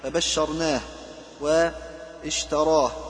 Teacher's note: والشين انفردت بصفة التفشي فليعن ببيانه لا سيما في حال تشديدها أو سكونها